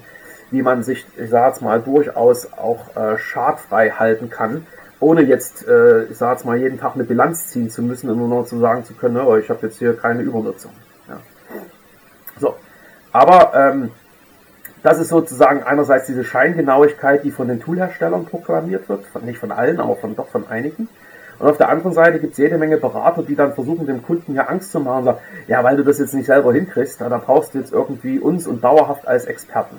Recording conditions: poor sound quality